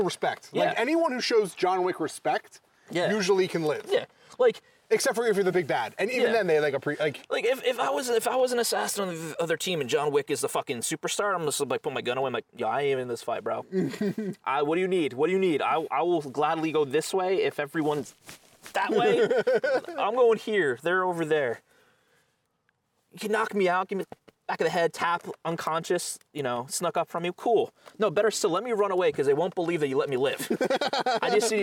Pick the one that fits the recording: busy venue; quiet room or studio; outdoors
outdoors